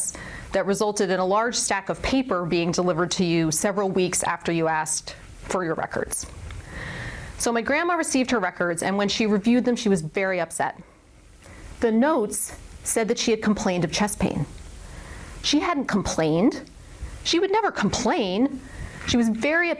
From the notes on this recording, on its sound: This lecture was presented at the 2021 Maine Medical Center Winter Symposium.